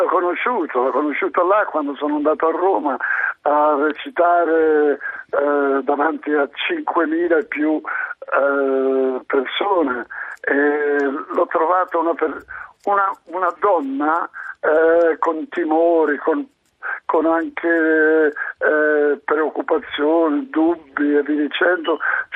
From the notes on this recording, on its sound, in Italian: L'ospite in studio. Al telefono.